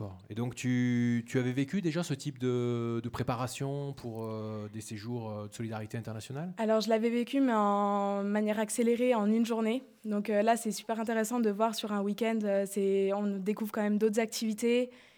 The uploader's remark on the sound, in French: Enregistrement de l'émission en direct du centre de vacances a Apinac